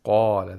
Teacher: the mouth opens vertically. And we have the pharyngealization, the root of the tongue. Pharyngealization means the root of the tongue is raised toward the pharynx.